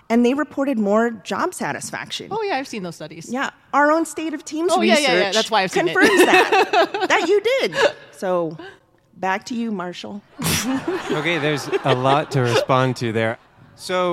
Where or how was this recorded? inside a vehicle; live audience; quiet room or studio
live audience